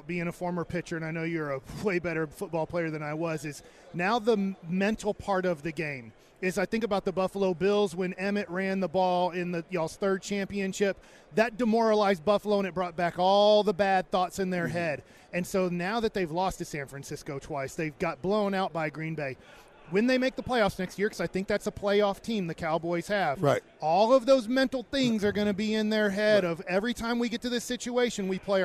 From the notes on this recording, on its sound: LIVE with The K&C Masterpiece from Radio Row in Las Vegas!